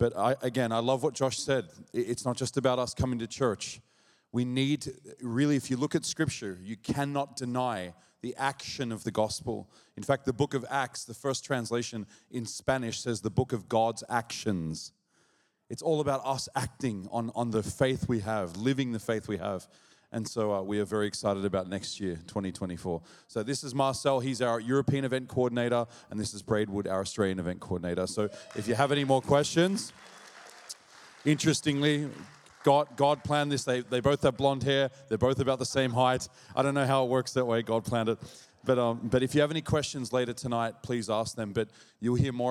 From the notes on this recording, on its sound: This message was recorded at Zion Church Gold Coast on Sunday July 11th 2023.